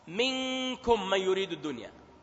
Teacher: هذا الآن في أدنى المراتب الإخفاء من، ولذلك تسمع النون كأنها قريبة من الإظهار